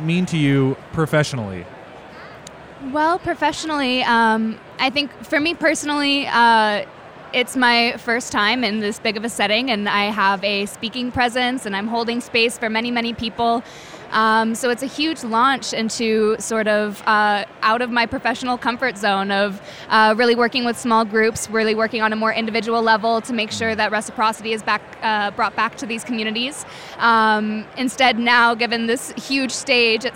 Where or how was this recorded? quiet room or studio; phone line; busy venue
busy venue